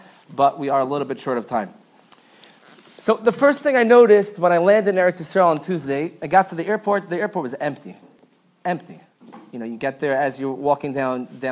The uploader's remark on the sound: Night Seder Thursday Night. Shiur recorded in Yeshivas Ohr Reuven, Monsey, NY.